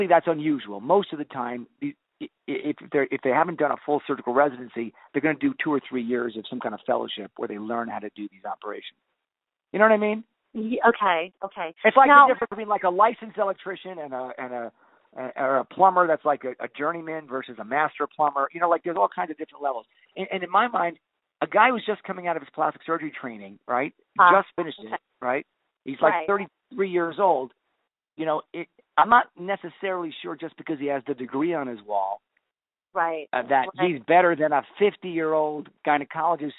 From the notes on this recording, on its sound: I had the opportunity to do a phone interview.